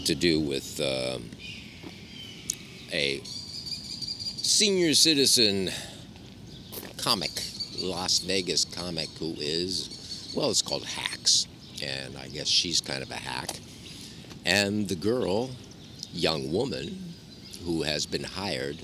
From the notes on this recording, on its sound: All recorded on the sidewalks and parks of exterior NYC. He has tried to make the podcast louder technically.